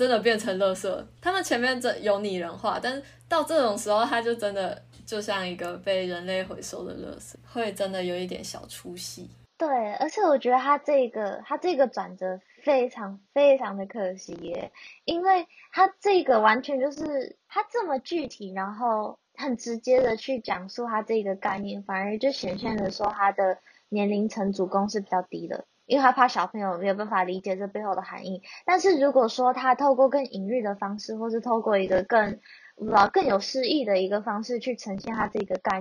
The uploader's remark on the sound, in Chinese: 與來賓在不同空間錄音，所以會有不同的背景音。